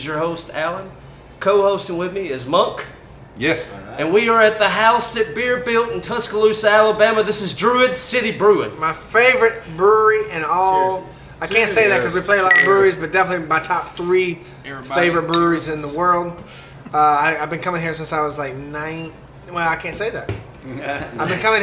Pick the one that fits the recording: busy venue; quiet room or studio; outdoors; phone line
busy venue